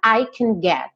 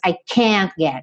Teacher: quando meu can vai para a afirmativa, ele perde uma ênfase na pronúncia · Shown in: first take